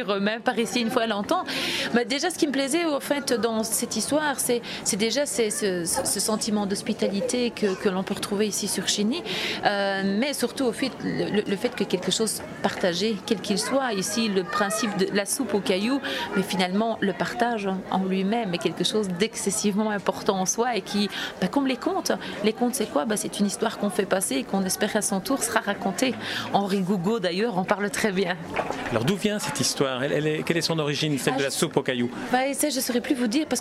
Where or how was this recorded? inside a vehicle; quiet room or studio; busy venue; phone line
busy venue